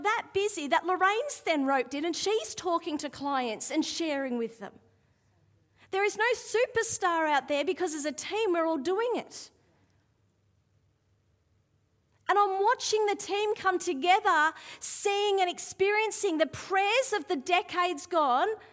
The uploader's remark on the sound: Live at Echo Church Melbourne